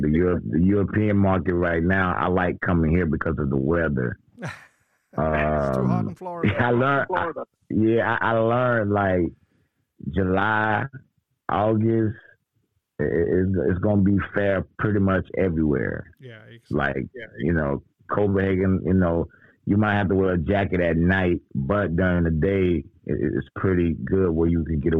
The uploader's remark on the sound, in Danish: Interviewet er på Engelsk optaget 25 aug 2023 på en sketchy telefon line